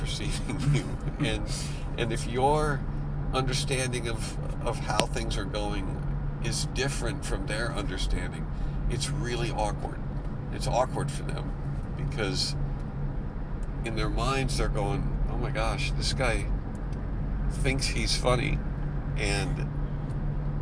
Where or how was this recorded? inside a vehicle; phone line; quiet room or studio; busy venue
inside a vehicle